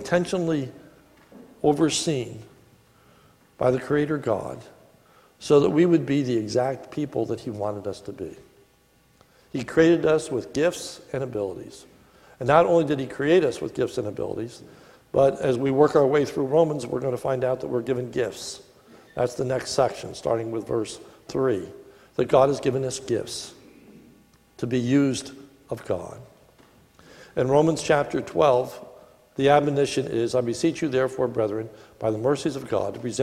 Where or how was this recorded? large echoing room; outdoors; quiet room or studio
large echoing room